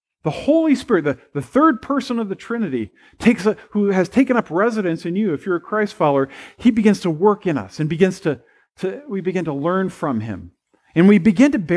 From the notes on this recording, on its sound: at First Presbyterian Pine City on Sunday, August 14, 2022.